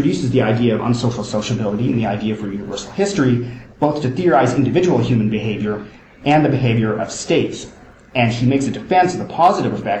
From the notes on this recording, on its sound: First presentation from the Kant and Colonialism conference held in University of Oxford in October 2010.